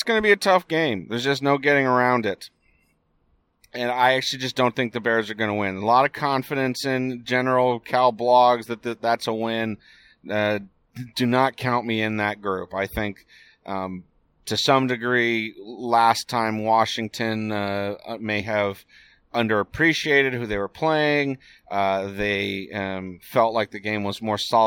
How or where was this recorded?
inside a vehicle